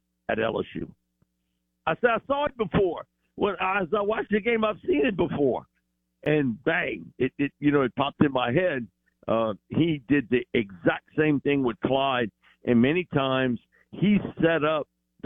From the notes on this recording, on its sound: Joins the show on the Farm Bureau guest line talking all things NFL live in the BankPlus Studio.